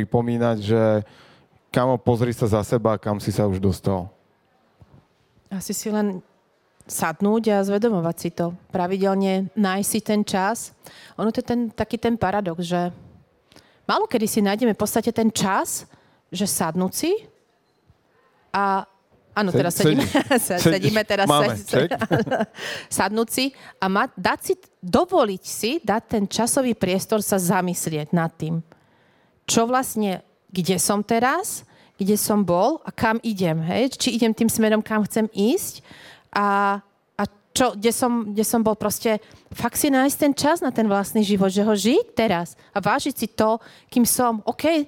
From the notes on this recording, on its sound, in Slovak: v ktorom sa aktívne zapojilo aj publikum